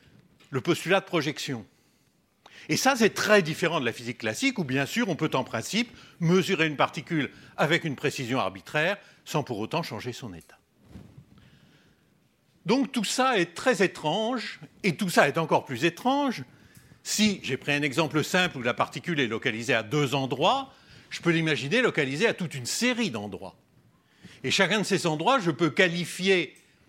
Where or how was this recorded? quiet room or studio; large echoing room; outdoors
large echoing room